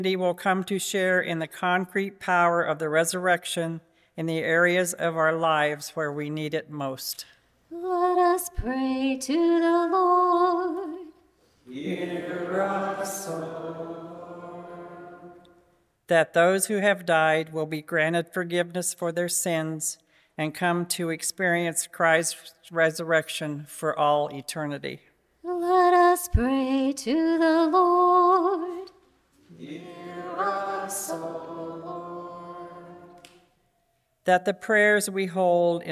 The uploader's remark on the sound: Easter Vigil from Holy Spirit Catholic Church in Creston Iowa